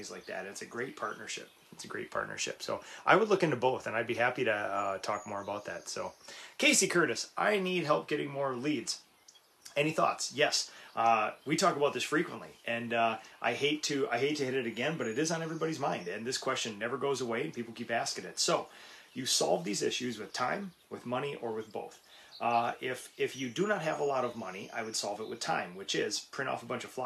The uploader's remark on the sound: Live from the #boxblind on the #slavikfarm!